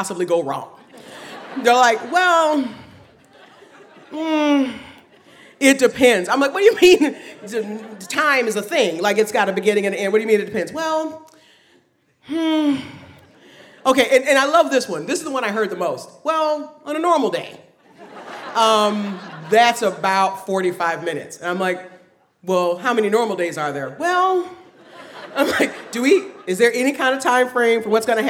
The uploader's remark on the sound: The Moth Radio Hour: Live from Portsmouth. A special episode live from Portsmouth.